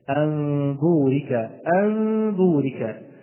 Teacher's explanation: وإلا كانت ميم هنا صريحة، ليست مخفاة، أليس كذلك؟ أنا لا أضم الشفتين ضما كاملا، ولكن هناك انفراجة خفيفة، انفراجة خفيفة بين الشفتين · Term: الإخفاء